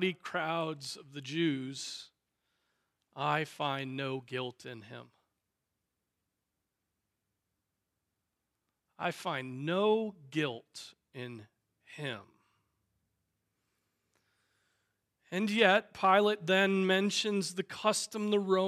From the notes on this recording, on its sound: Preached on July 9, 2023 at Trinity Presbyterian Church